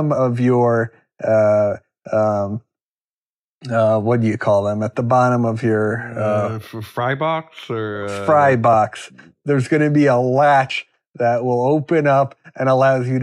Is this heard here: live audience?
no